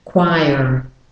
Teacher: if you're practicing the American accent, of course you have to put the R in as well.